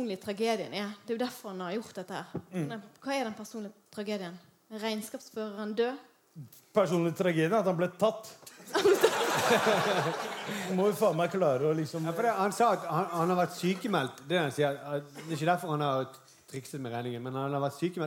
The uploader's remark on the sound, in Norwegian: LIVE fra Edderkoppen Scene. Takk til alle som kom og så på!